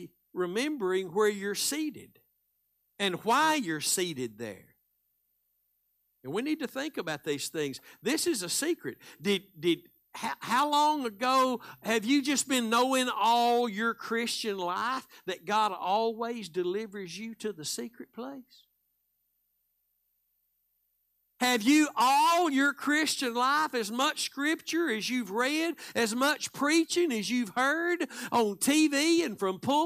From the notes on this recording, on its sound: Live Wednesday Evening Service.